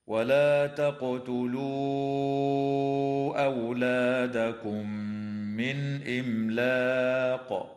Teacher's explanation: تقلقل القاف وصلا ووقفا في كلمة تقتلوا، وتمد الواو فيها وصلا بمقدار 4 أو 5 حركات من · وتدغم الميم الساكنة في الميم مع الغنة في قوله تعالى أولادكم من، وتظهر النون الساكنة عند الهمزة في قوله تعالى من إملاق